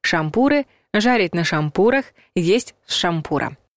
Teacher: Ударение во всех формах существительного «шампур» падает на «у»